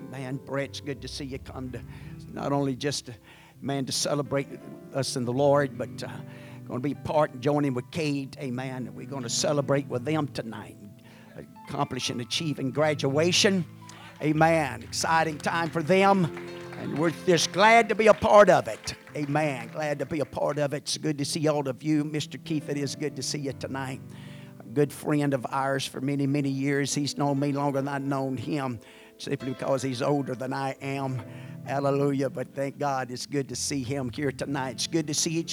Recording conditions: large echoing room